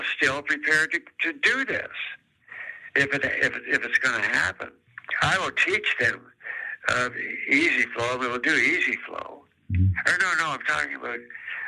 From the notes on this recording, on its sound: over the phone